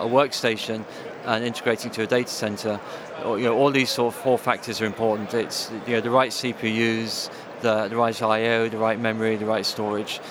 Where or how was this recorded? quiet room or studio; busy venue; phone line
busy venue